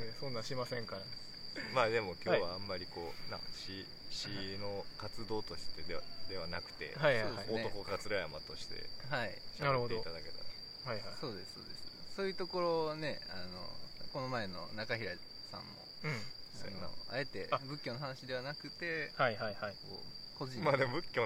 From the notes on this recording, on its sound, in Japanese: 今回は西武庫公園で収録しました。ええ歳した男が3人、地べたに座りながら夜な夜な話した。